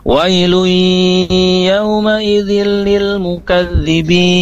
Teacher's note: Nun sukun atau nun tanwin yang bertemu dengan huruf ya dan huruf waw, maka dia ditahan sebentar atau digunahkan, ada unsur gunah, idgham bigunnah.